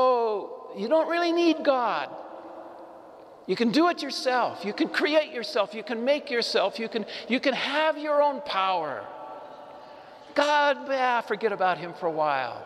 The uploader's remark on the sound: Homily delivered to the Saint Francis Catholic Community in Cuenca, Iglesia de San Francisco